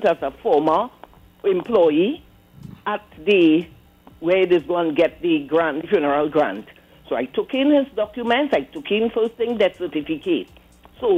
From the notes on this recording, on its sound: we take more calls from the audience